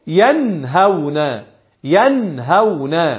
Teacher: اظهرت النون الساكنة ليه؟ لما اتى بعدها حرف الهاء · Term: الاظهار الحلقي